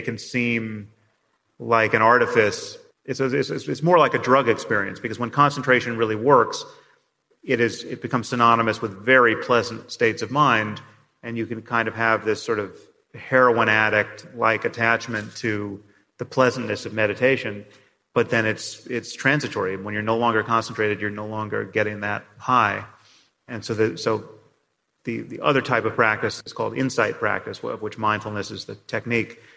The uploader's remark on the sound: Special podcast recorded in front of a live audience. They also answer an array of questions from their live audience.